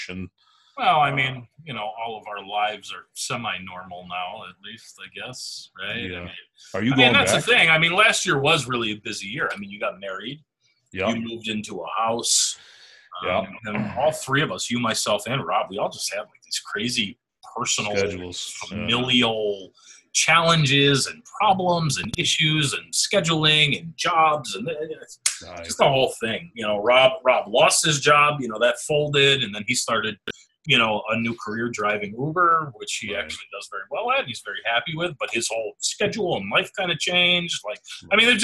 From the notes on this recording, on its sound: We did this episode remotely. Due to sound on Zoom.